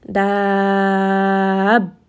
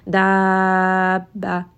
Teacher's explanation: I raised my voice a little bit on the ba. I gave it a little bit more pressure, a little bit more emphasis. · Shown in: first take · The reason for this is that we don't want to drop this shadda. · Term: nabr